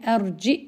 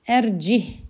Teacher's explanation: يقرؤون بلا همز وقفا · Shown in: second take